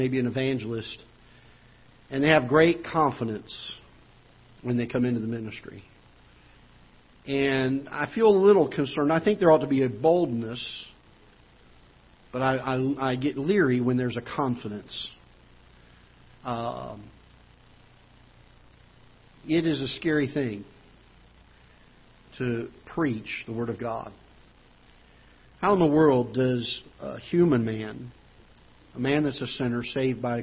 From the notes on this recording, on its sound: Ketha Heights Baptist Church ~ Live Broadcast.